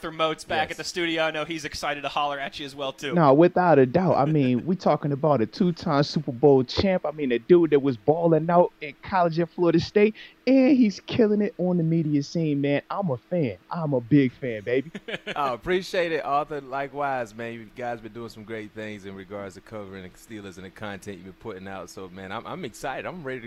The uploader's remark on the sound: Live from Steelers Camp